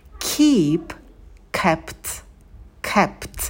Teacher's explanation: В слове «keep» добавляем придыхание на звук «к» и долгий «и». Опять звуковая волна, держим оскал, рот минимально открываем.